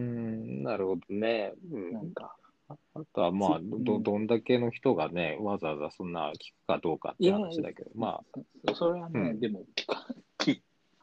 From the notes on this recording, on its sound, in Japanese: 2020年6月6日リモート録音